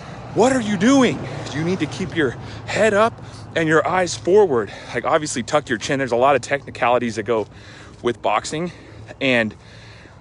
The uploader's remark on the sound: my walk and talk from my Facebook LIVE